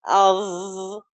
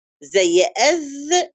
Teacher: أظ زي أز بس الثانية مغلظة وفيها استعلاء، أظ أظ الثنية العليا على طرف اللسان او على ظهر اللسان.